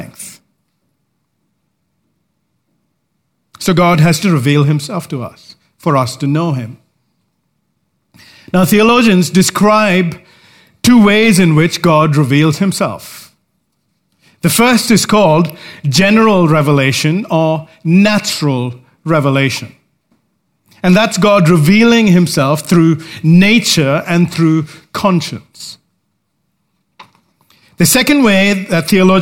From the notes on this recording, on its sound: Recorded live at Grace Community Bible Church.